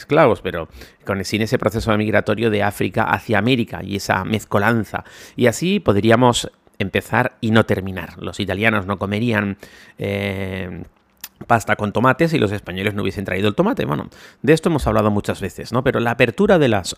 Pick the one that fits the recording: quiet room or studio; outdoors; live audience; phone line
quiet room or studio